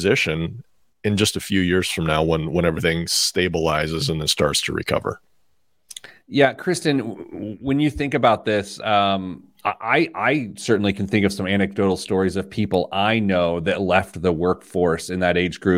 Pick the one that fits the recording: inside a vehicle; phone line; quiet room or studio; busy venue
quiet room or studio